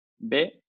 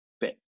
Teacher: con la B, cuando la hacen suavecito, la, garganta, digamos, está temblando, está vibrando, y con la P no, estás, estás, eh, no está eh, vibrando.